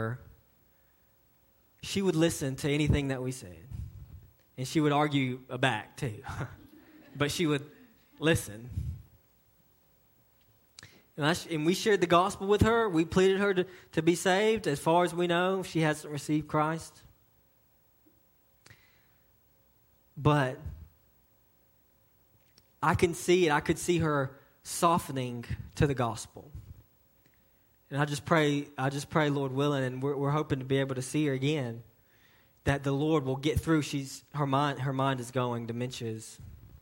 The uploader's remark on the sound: a message delivered to Cottondale Baptist Church in Eastman, GA on 2/18/18 during the 6:00pm service